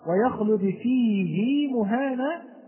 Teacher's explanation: قرأ حفص بصلة الهاء مع أنها وقعت بين ساكن ومتحرك · Term: مد الصلة الصغرى